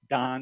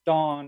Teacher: those are two separate vowel sounds, ah versus an aw. Increasingly in large parts of the country, they're sort of merged into a single vowel sound.